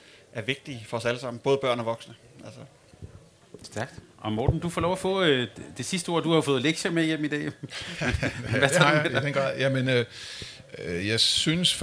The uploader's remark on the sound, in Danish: Optaget live lørdag den 17. Juni 2023 hos Dansk Håndbold på Folkemødet.